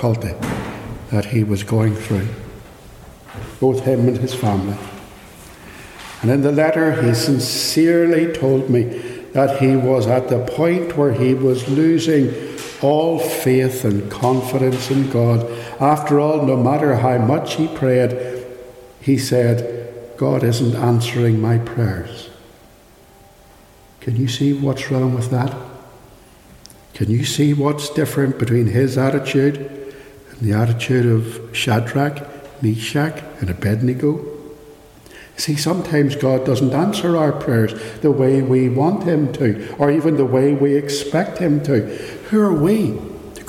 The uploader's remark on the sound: Recorded live at Ballymacashon Church - Raw and unedited.